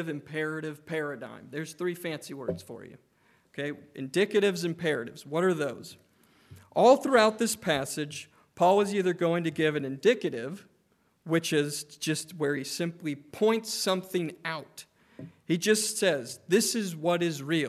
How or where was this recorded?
large echoing room